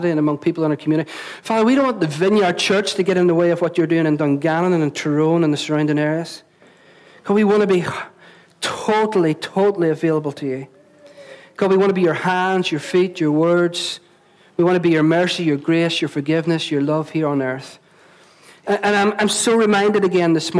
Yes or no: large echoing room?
yes